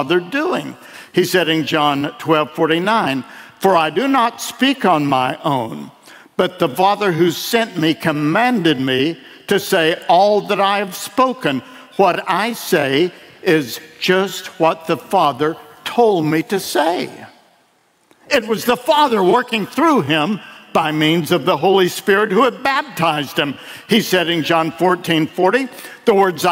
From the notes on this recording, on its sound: delivered at World Outreach Church in Murfreesboro, TN